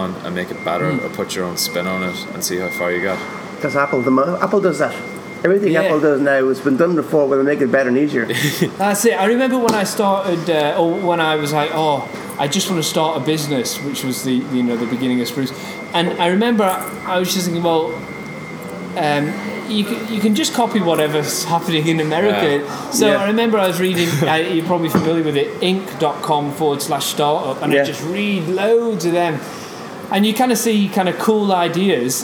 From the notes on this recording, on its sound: was in Belfast at the Digital DNA conference